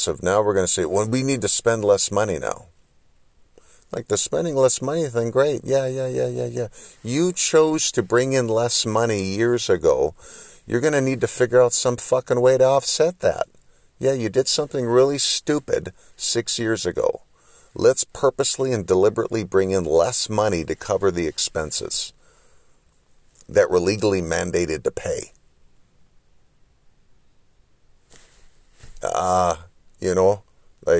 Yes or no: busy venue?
no